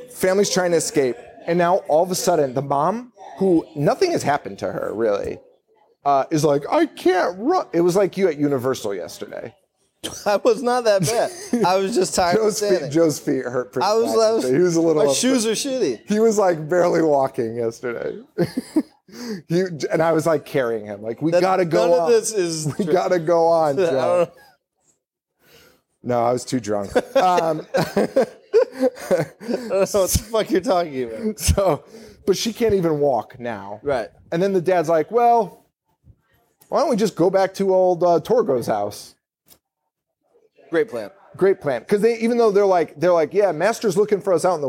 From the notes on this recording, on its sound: Live from the Falcon Bar in Orlando, Florida